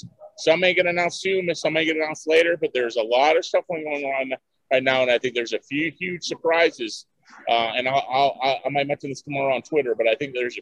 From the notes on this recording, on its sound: From the South Point Sportsbook. Live from the South Point Hotel, Casino & Spa Sportsbook.